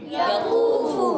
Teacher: واؤ ساکن سے پہلے پیش، واؤ مدہ ہے، ہونٹ گول بھی ہو جائیں گے، ایک الف کھینچنا بھی ہے۔ فا پر پیش ہے، پھر ہونٹ گول ہو جائیں گے۔